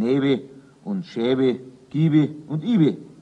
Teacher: wo das B zu einem W aufgeweicht wurde